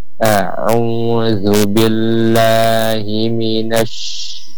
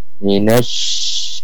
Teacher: Harus dulu kita keluarkan hamsnya, ya, desisnya, dia mengalir dan nampak tafashinya menyebar, ya.